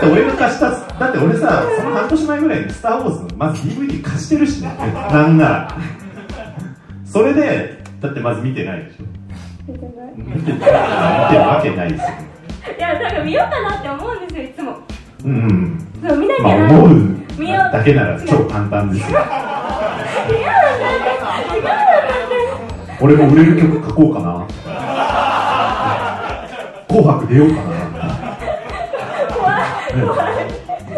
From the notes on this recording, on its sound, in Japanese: 公開収録